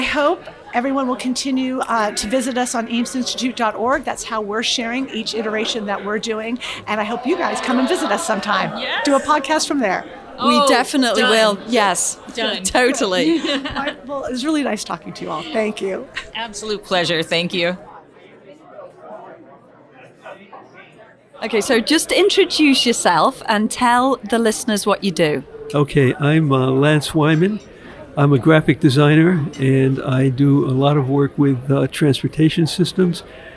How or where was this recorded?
busy venue